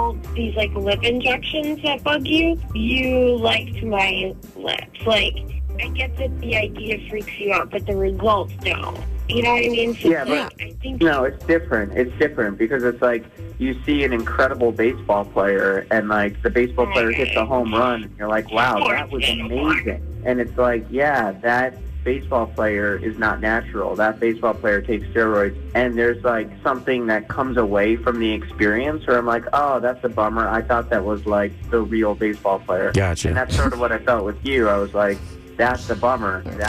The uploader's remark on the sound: got him on the phone